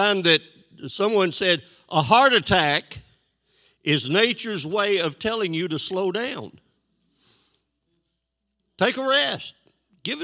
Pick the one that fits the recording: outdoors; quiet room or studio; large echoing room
large echoing room